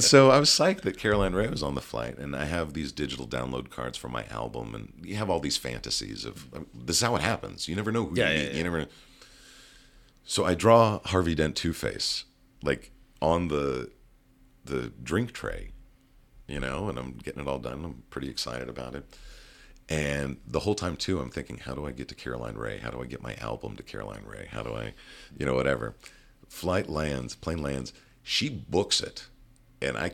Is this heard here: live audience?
no